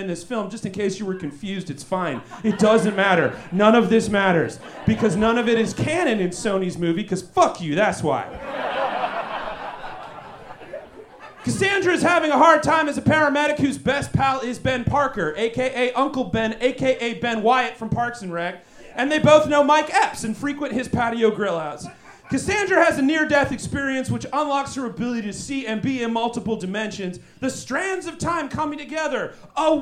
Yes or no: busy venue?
yes